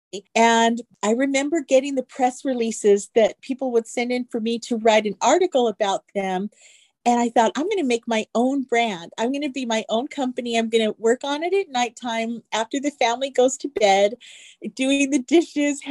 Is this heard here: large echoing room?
no